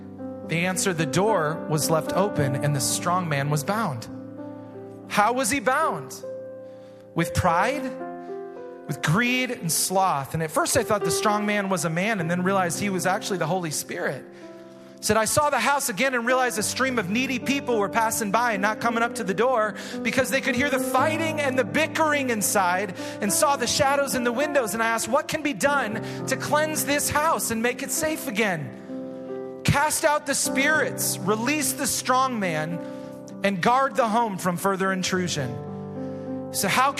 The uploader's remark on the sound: Recorded live at Hope Church in Springfield, MO.